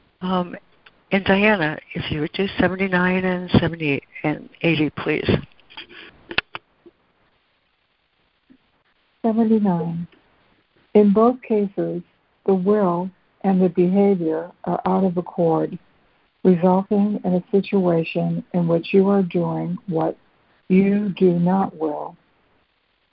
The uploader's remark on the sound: ACIM Daily Conference Call